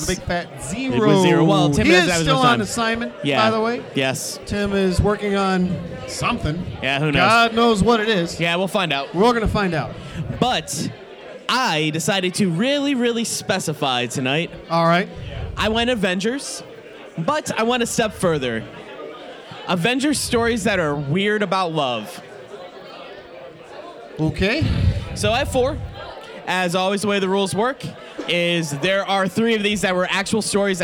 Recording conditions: busy venue